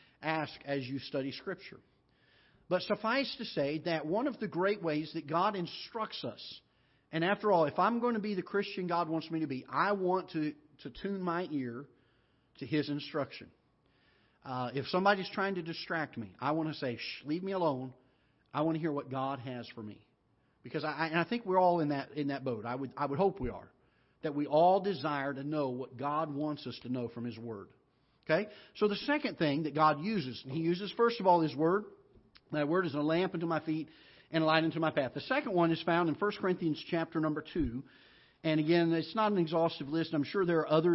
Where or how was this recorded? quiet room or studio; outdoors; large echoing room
large echoing room